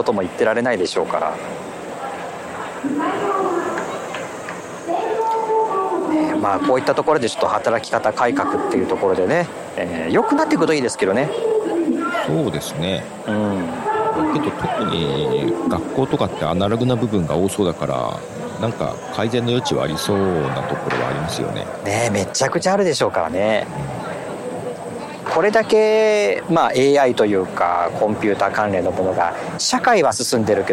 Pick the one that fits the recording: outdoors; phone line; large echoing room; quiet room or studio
outdoors